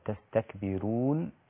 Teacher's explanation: هنا الراء تستكبرون مرققة لأن ورش لا يعتمد حركة الراء